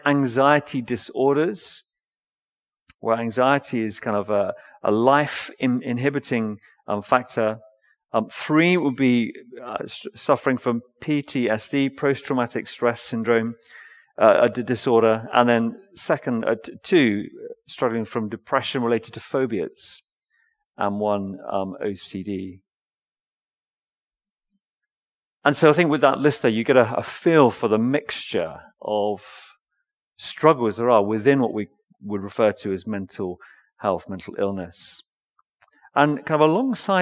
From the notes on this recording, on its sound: Recorded L4L session in the Binscombe Church (BWS)